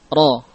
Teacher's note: Namun untuk huruf ra yang maftuhah, maka ra-nya bersifat mufakham, tebal, ya.